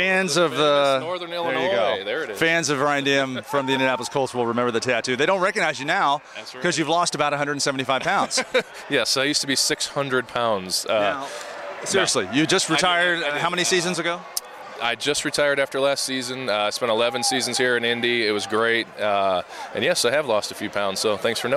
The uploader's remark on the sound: This episode comes to you live from the &#8220;All Pro Dad Father and Kid Experience&#8221; in Indianapolis with the NFL Colts. This episode comes to you live from the “All Pro Dad Father and Kid Experience” in Indianapolis with the NFL Colts.